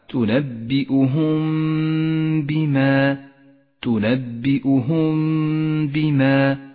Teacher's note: على الإخفاء الشفوي لاحظه عند قوله تعالى تنبئهم بما تنبئهم بما الميم الساكنة جاء بعدها حرف الباء نخفي الميم بالباء مع بقاء غنة للميم زمنها حركتان ولذلك لونت بالأخضر تنبئهم بما لا نجافي بين الشفتين عند نطق